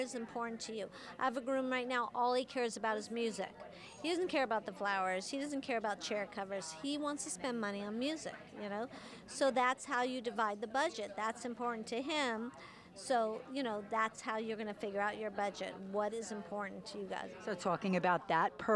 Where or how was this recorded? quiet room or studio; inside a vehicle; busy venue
busy venue